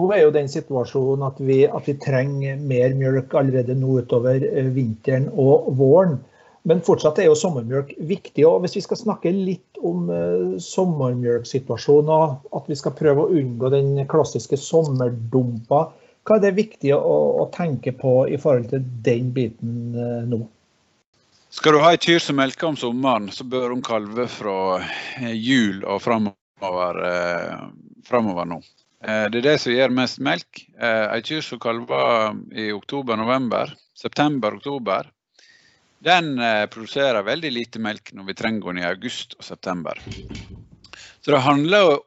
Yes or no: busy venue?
no